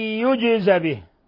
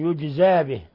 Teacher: ولاحظوا كيف الفتحة فتحة الزاي فقط، فتحة لا نبالغ في الفتحة فتصبح ألفا مقصورة · Shown in: first take